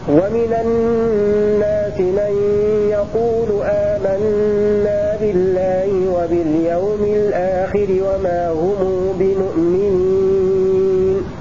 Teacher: هذا قالون بصلة الميم واتفق معه ابن كثير